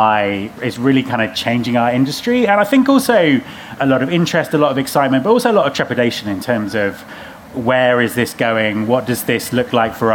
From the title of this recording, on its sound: Live at RecFest